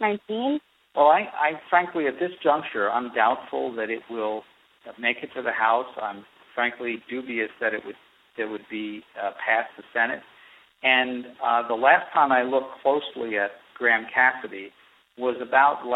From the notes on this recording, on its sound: via telephone